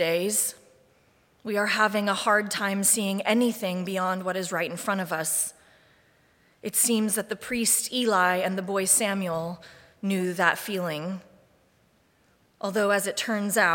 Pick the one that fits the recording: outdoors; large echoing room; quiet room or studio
large echoing room